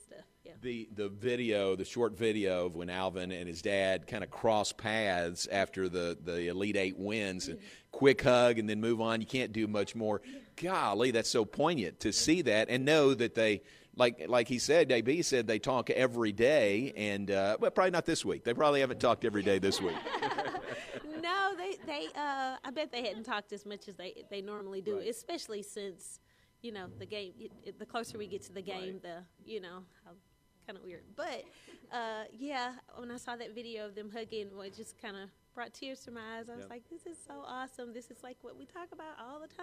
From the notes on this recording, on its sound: live from the #FinalFour in Indy.